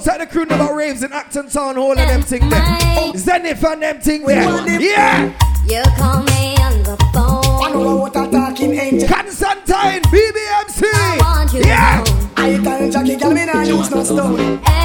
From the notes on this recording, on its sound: Surprise birthday party.